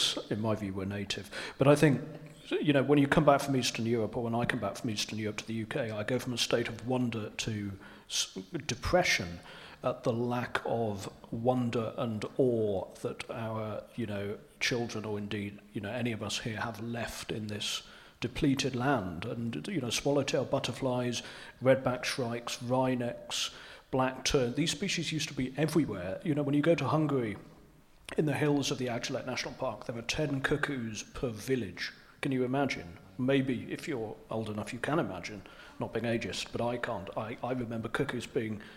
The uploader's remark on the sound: Cornwall Wildlife Trust’s panel discussion event, which took place on Wednesday 26th April 2023 at Heartlands, Pool